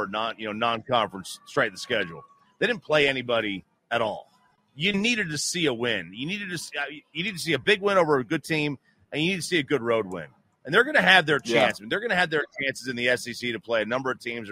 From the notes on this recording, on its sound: is live from the home of Super Bowl XVIII Las Vegas, Nevada taking in the scene